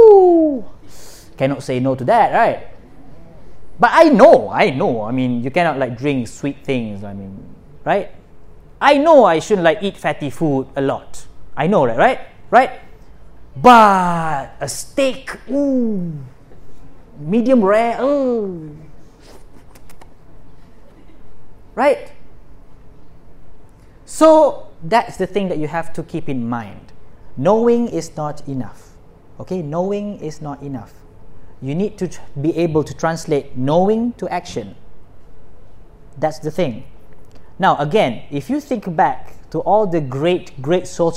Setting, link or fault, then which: setting, live audience